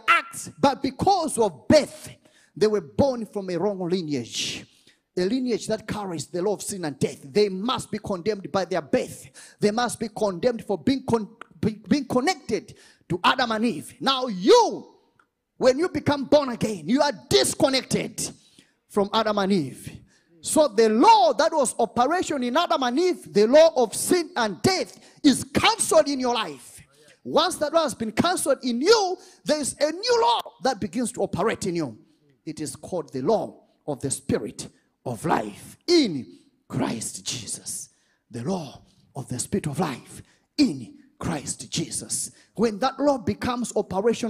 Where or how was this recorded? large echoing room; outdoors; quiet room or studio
large echoing room